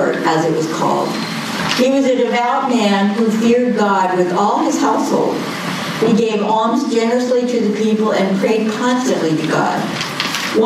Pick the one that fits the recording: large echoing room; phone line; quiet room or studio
large echoing room